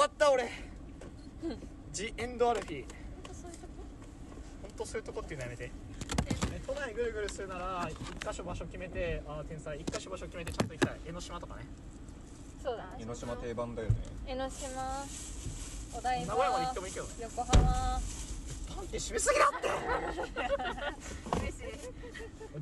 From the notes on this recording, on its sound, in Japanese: ドライブラジオ。車の中で突然ラジオを録り始めたら、男性陣に本気で嫌な顔をされました。